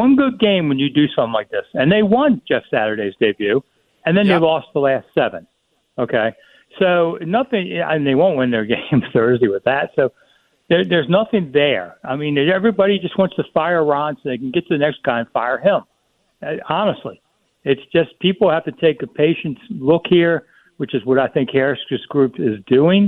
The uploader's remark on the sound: taking some callers